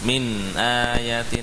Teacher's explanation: tetap ada gunah min ayatin, tetap berjalan suara dari nun sukun.